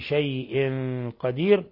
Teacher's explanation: تنوين كسر جاء بعدها القاف إخفاء حقيقي